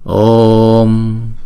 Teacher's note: Thì cách thức chúng ta đọc câu chú này là như thế này: chữ O là diphthong chúng ta đọc hai nhịp Om, đọc chữ O kéo dài hai nhịp trước rồi chúng ta mới đóng chữ O lại